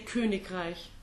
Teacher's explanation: you hear how the G slightly devoices and adds the ending. So it's no longer that CH sound.